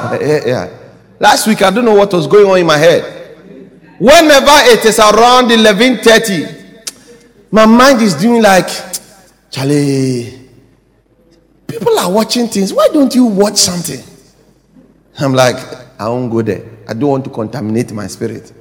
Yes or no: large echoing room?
yes